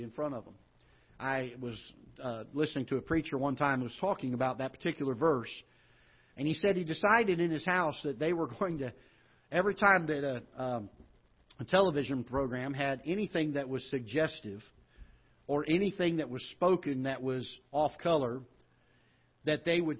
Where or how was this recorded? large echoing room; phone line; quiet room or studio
large echoing room